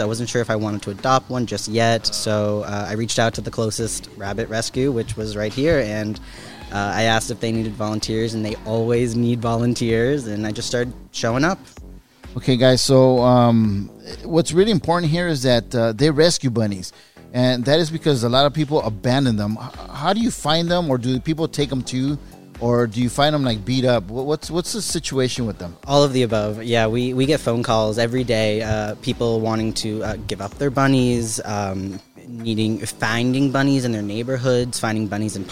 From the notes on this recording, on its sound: This is from a Live Broadcast from Horchateria Rio Luna located in Paramount, Ca